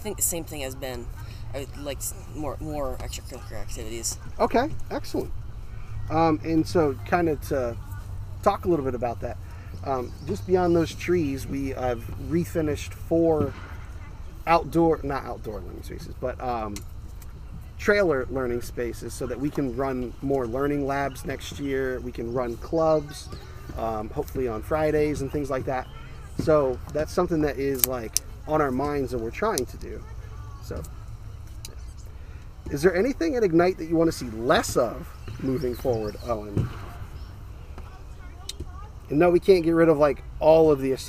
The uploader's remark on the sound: We recorded outside so the audio quality will not be what we're used to.